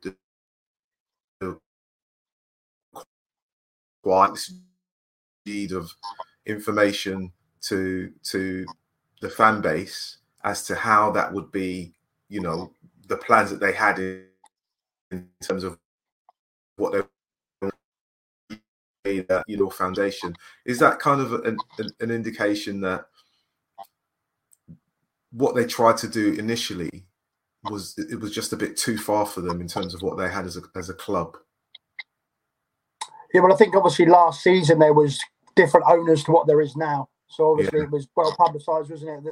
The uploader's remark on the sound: We had a few technical issue with audio but hopefully this doesn't detract from the podchat.